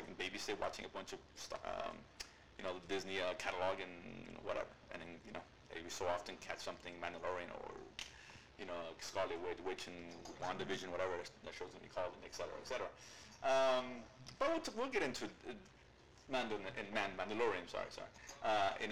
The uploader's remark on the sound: Apologize for the sound issues. In the middle of a 23 hour Donkey Kong Country Marathon when we were recording.